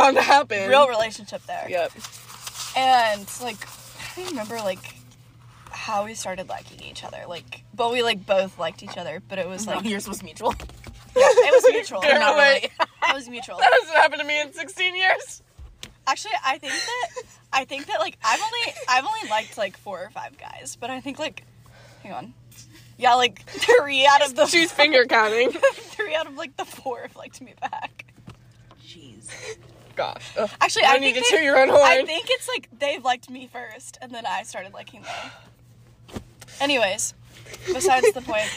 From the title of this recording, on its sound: Live from the Sonic Parking Lot